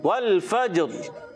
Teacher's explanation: تو اب ان کی ادائیگی جب پر کرنا ہوتا ہے تو را پر کرنے کے لیے ہماری زبان جو ہے یہ تھوڑا اوپر کی طرف یعنی تالو کی طرف جائے گی تو پھر را پر ہو جائے گی.